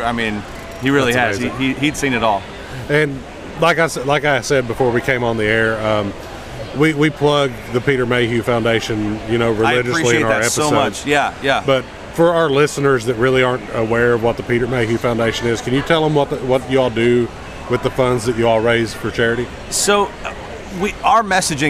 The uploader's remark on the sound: interviews from the convention floor